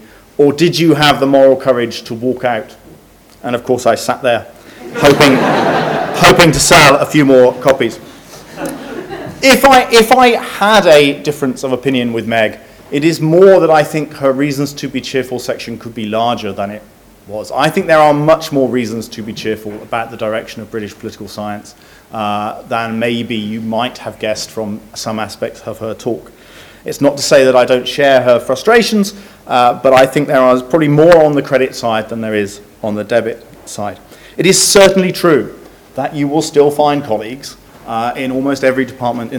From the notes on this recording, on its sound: which took place Tuesday 3 March 2015 in the Gustave Tuck Lecture Theatre at UCL